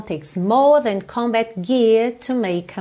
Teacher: percebe esses R's que não estão enrolados, poderiam estar